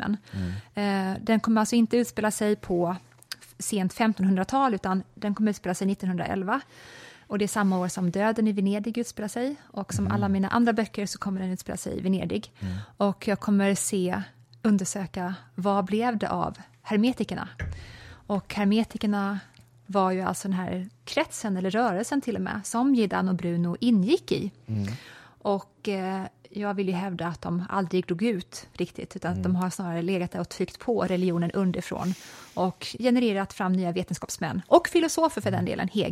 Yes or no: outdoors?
no